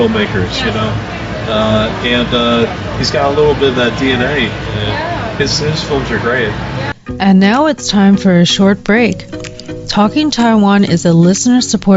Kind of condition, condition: setting, outdoors